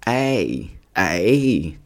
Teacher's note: 长一些，饱满一些，嘴角往两边张开 · Term: 双元音 · IPA: /ei/